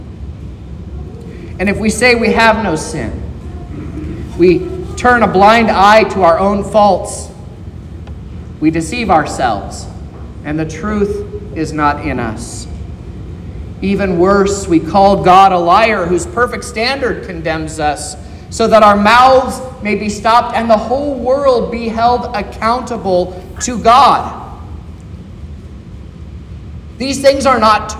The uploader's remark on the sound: This is the sermon preached at Trinity Lutheran Church in Vallonia, Indiana, on Sunday, September 10th, 2023.